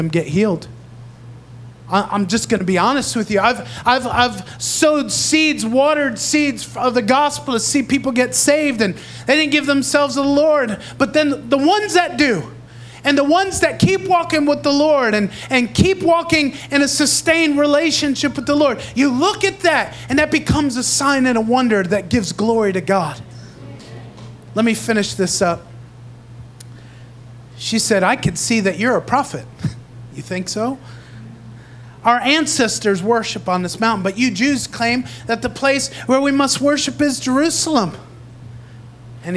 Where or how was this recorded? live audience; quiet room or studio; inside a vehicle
live audience